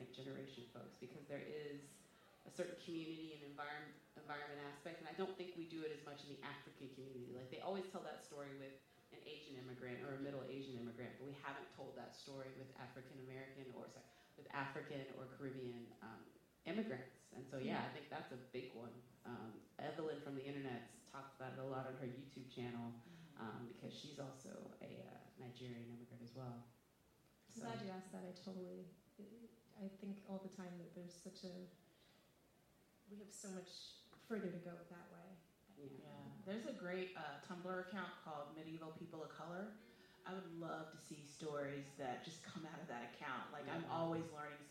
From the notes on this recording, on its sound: Live at SXSW. We host a live recording during the SXSW Podcast Stage. Along with a brief Q&A from the audience.